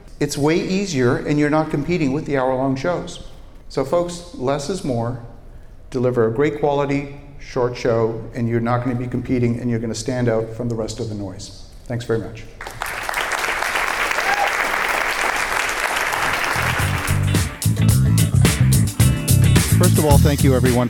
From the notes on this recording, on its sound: Today's episode was recorded in front of a live studio audience at Podcast Movement 2018 conference in Philadelphia.